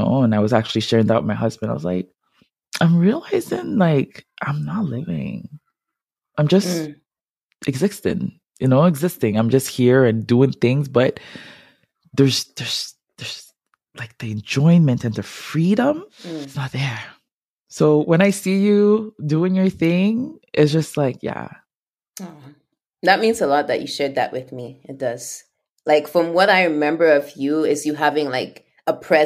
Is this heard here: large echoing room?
no